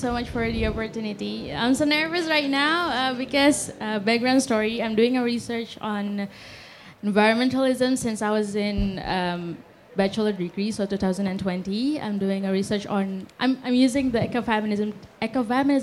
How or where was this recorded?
live audience